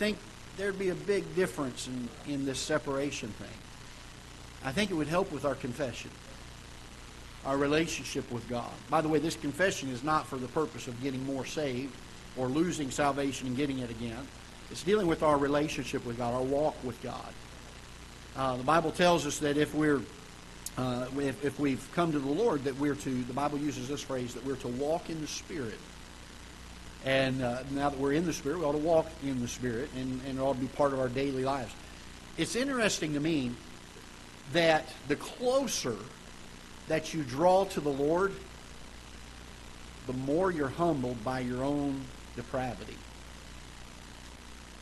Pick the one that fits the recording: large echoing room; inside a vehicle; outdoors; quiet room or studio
large echoing room